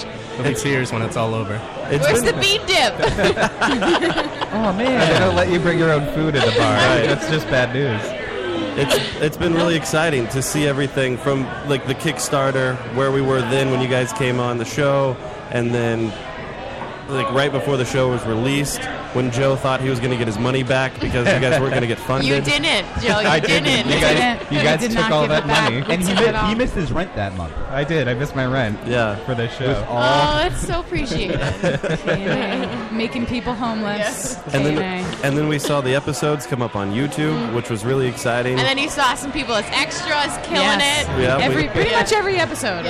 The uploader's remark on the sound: We are live from the K&A Finale party!